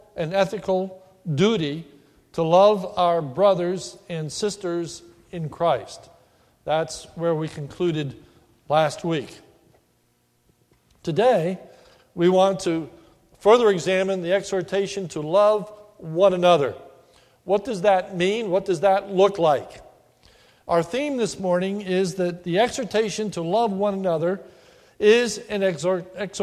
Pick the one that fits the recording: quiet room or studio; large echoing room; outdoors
large echoing room